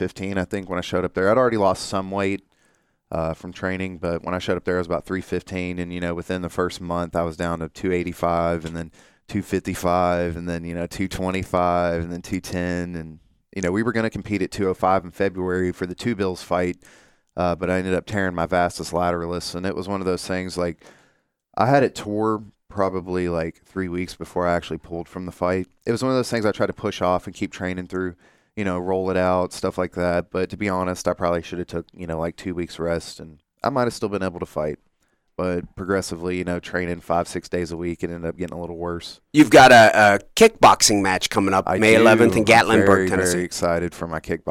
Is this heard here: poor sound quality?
no